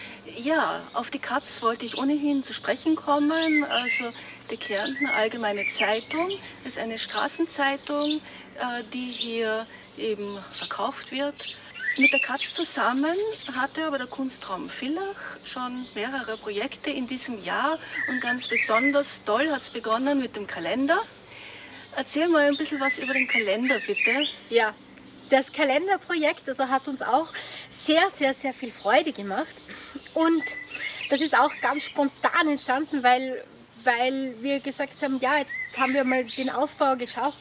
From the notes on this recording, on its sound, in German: Zum Gespräch im Garten. Wir verzichten auf ein Telefoninterview und ziehen es vor – Corona bedingt – im Freien zu plaudern.